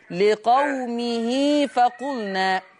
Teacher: يوجد بعد الهاء ياء صغيرة تمد حركتين، مدها حركتين.